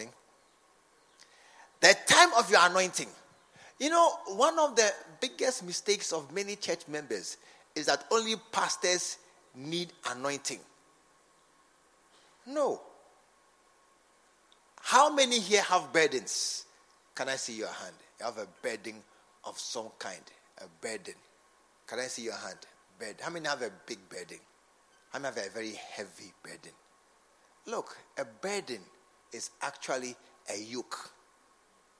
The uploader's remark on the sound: Preached at the True Vine Cathedral Bantama.